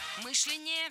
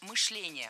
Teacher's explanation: Правильно, мышление. Ударяем второй слог. · Shown in: second take